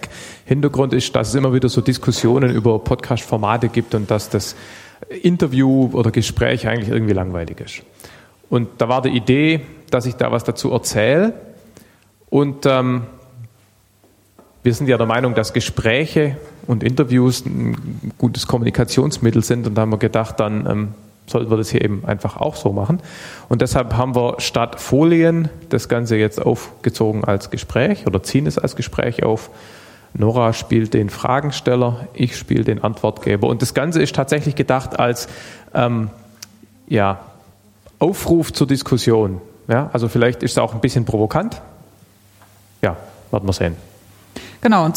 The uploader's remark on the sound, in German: Ganzohr2014-Podcastertreffen. Live vor Publikum.